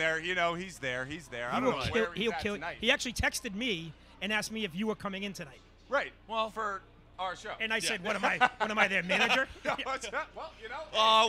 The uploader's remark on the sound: LIVE from The Greatest Bar located right in the Heart of Boston!